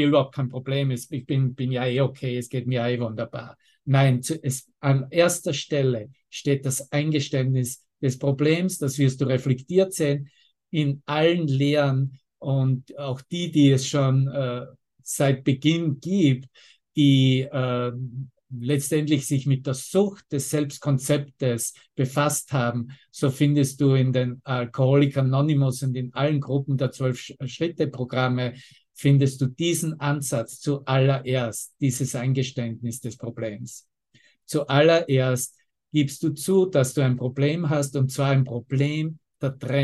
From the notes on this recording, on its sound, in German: Zoom-Session. Veranstaltet von der Aleph Akademie.